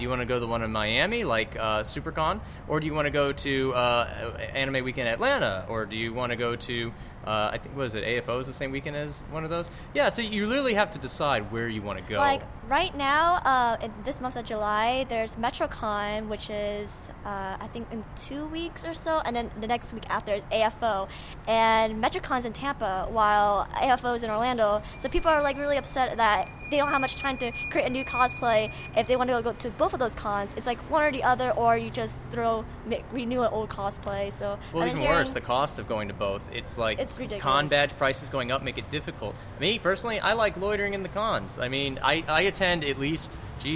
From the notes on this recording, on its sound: It was recorded a couple weeks back during Anime Expo on Sunday.